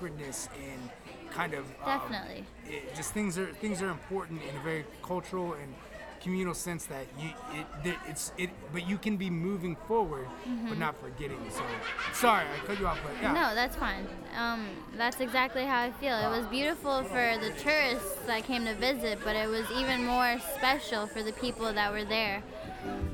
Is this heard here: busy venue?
yes